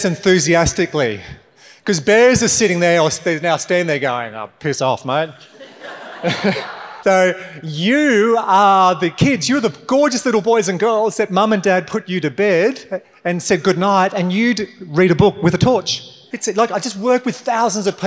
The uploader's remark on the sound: this episode is from a recent keynote for X15, a venture building outfit powered by Commonwealth Bank